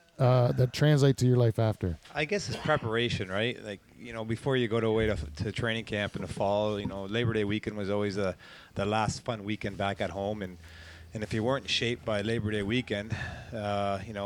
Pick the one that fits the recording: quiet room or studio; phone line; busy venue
busy venue